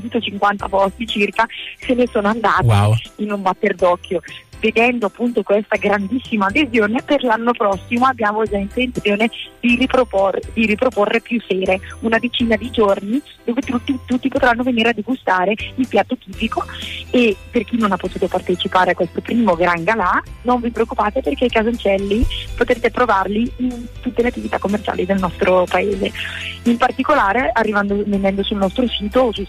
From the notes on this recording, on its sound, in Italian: Al telefono, la vicesindaco del comune di Pontoglio.